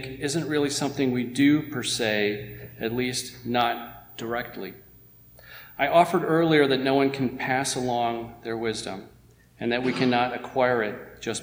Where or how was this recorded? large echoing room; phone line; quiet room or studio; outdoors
large echoing room